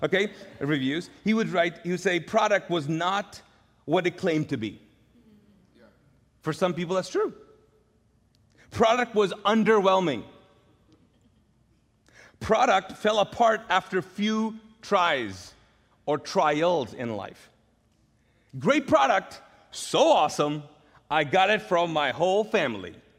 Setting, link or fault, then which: setting, large echoing room